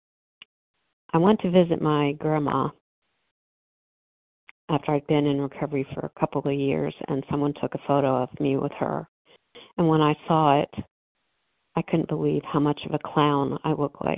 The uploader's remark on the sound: 100 Pounders Phone Meeting